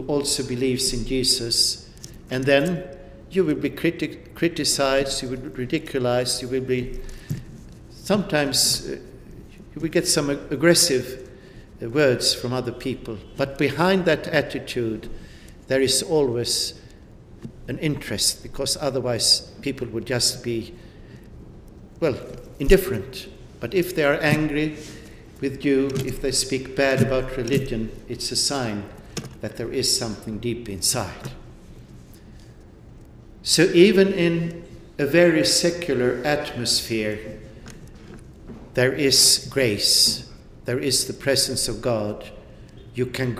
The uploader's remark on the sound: delivered this address on March 12, 2018 at the University Club of Chicago